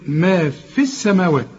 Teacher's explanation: إذا وصلت هتلغي الياء لأنها ساكنة